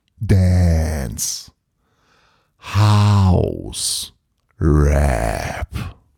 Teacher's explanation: Bei Dance, House und Rap ziehe ich die Vokale lang.